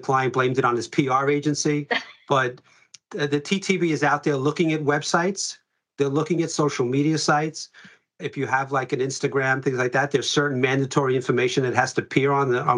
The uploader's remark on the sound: annual webinar discussion